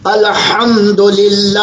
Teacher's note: حمد میں جو ہا ہے وہ حلق سے نکلتی ہے · Term: بڑی ہے